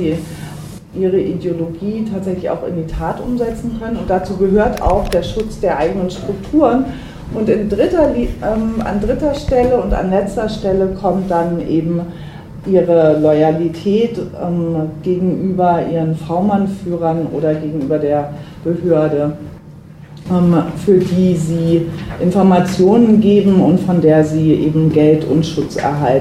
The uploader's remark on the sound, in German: Aufnahme von einer Berliner Veranstaltung im Baiz